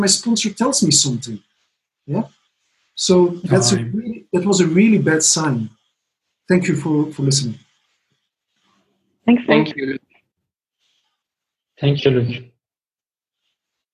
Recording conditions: video call